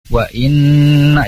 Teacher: gunnah disebabkan karena nunnya bertasydid. wa inna jadi ditahan dulu dalam tempo tertentu. · Term: gunnah musyadadah